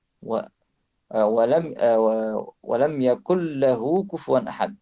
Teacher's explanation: Wa lam yakun lahu, ça devient wa lam yakul lahu kufuwan ahad. On fait une shadda et le nun disparaît. · Term: idgham